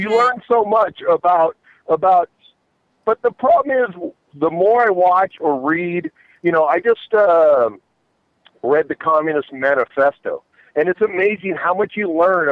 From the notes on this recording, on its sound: Have fun with call in guests. Broadcast live from the W4CY studios.